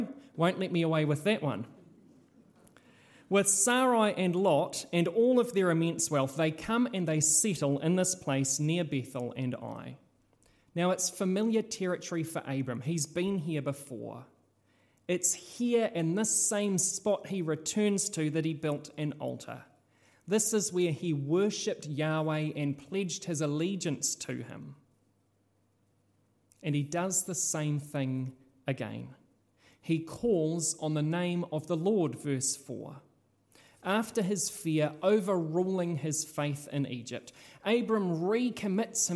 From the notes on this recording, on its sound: This sermon was originally preached at Holy Trinity in Richmond.